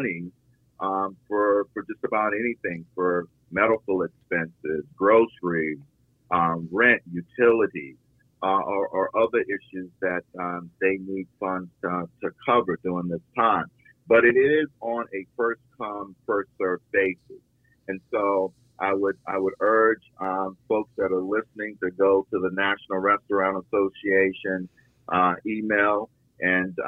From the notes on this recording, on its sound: talks by phone